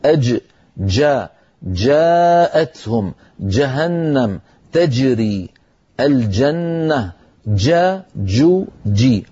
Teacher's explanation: الجيم الفصيحة صوتها محبوس